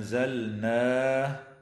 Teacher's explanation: وتخفى النون الساكنة عند الزاي مع الغنة مرققة · Term: الإخفاء الحقيقي